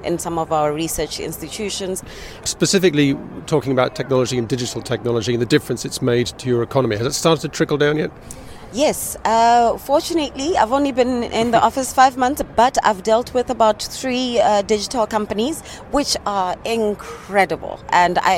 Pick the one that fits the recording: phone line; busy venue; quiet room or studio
busy venue